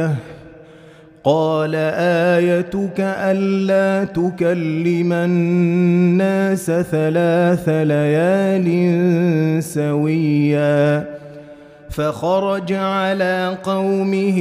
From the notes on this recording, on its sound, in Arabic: مسجل من صلاة التراويح بمسجد السلام بحي مشرفة بجدة.